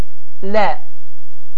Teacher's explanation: İncə hərfidir. Qul sözünü dediyimiz zaman dilimizin ucunu yuxarı kəsici dişlərin kökünə vırmaqla Azərbaycan dilində olan l səsinin incə formasıdır.